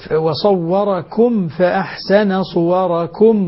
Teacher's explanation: وتكون الميم أشد إظهارا عند الواو والفاء